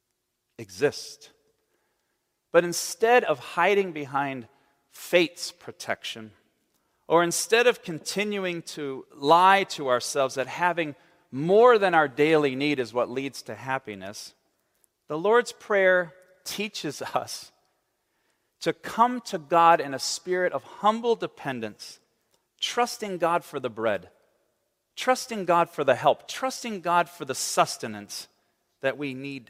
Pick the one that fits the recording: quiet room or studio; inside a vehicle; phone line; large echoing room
large echoing room